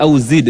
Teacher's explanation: Kol-kolah ya. Pantulan pada huruf dal.